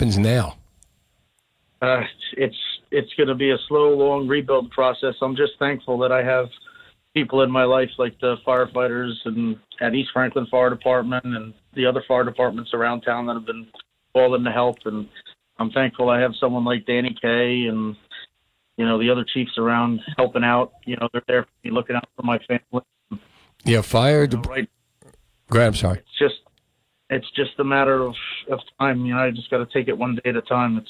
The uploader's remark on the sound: Called into the show on Tuesday night, September 21. New Jersey 101.5.